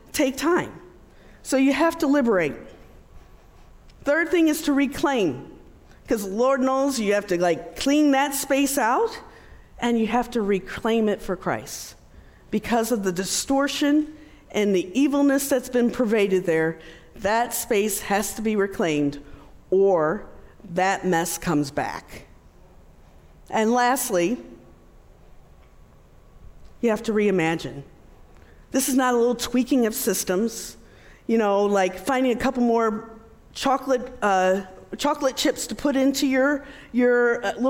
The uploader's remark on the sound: Delivers a powerful talk from our recent Restore Conference.